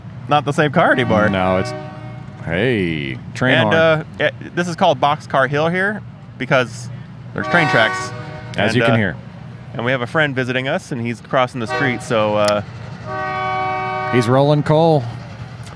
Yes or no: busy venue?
yes